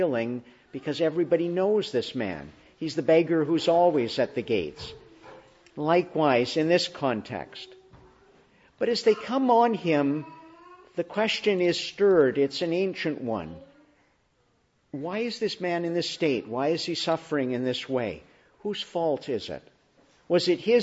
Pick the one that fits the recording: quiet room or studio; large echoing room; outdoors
large echoing room